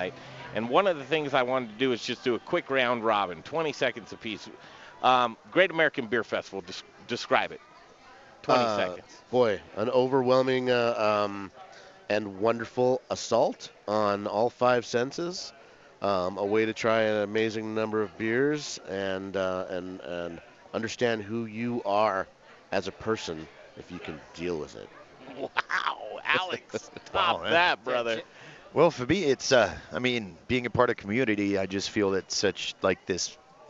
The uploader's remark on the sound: Colorado Beer Week! Briar Common Brewery and Eatery play host to Dedication Tattoo, and The Modern Eater Show for this live broadcast!